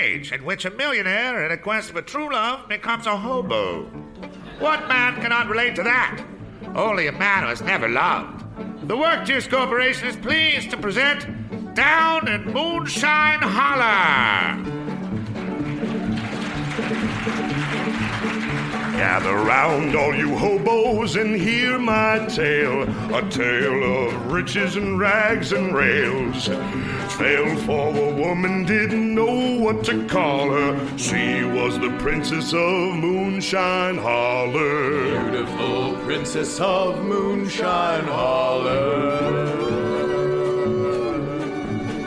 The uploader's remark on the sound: Recorded Live 9/10/2010 at Largo, Los Angeles.